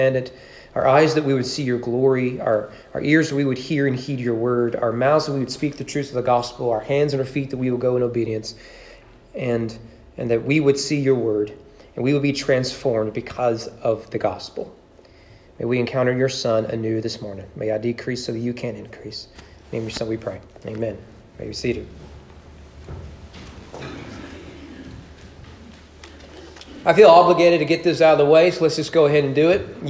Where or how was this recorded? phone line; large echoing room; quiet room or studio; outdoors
large echoing room